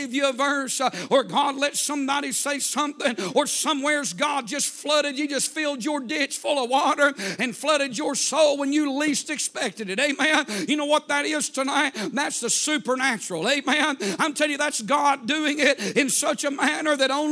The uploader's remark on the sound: A sermon preached Wednesday Evening